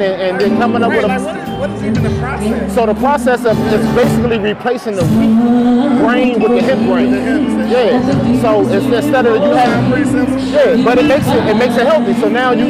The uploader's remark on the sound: We were LIVE at the Taste of Black Spirits Event at the Garden Theater in Detroit